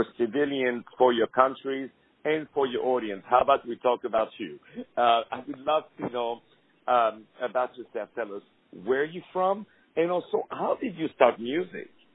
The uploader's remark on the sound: On the phone.